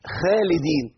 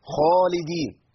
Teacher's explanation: الخاء هنا إيه؟ مفخمة، تفخيم عالي في أعلى المراتب · Shown in: second take · يبقى أنا محتاج إن أنا أبين التفخيم بتاعها.